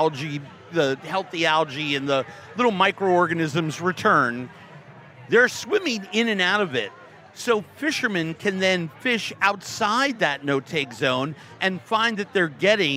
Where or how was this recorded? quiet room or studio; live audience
live audience